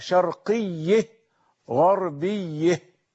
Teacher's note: لكن قال قوم آخرون: هاء التأنيث ساكنة فلا يجرى عليها إمالة ولا فتح، إذن الممال ما قبل هاء التأنيث. إذن الممال ما قبل هاء التأنيث، وليست الهاء نفسها تمال لأننا وقفنا عليها فوقفنا بالسكون · Term: إمالة ما قبل هاء التأنيث